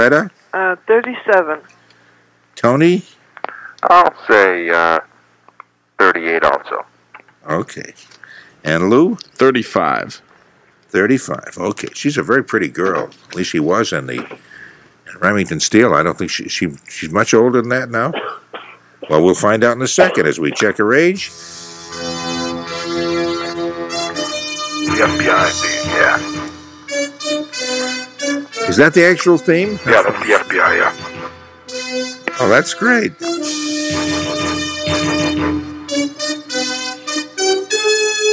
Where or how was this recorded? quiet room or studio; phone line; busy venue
phone line